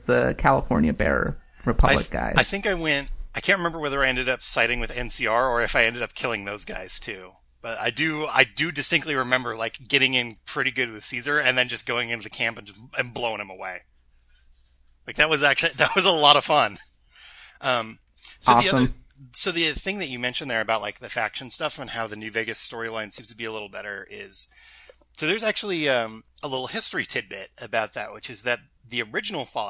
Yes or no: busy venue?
no